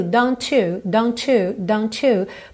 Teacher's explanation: Eu tenho esse arzinho do T, don't, don't, juntando no you